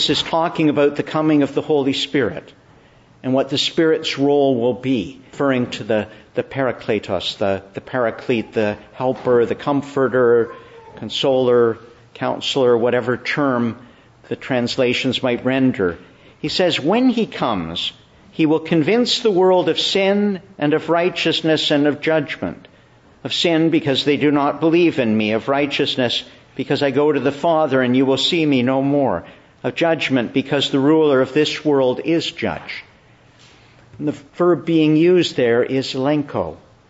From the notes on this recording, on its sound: Morning Service. Preached in the Church of the Annunciation of the Blessed Virgin Mary, Ottawa.